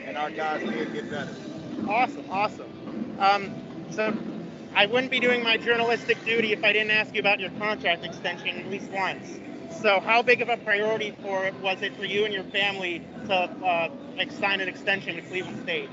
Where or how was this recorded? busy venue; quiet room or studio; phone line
busy venue